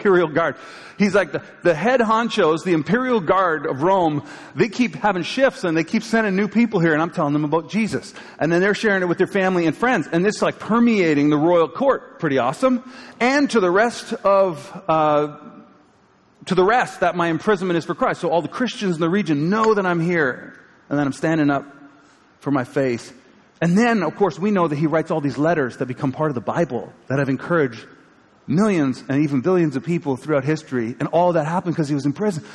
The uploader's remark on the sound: live from Pathway Church, Peterborough, CA January 15, 2023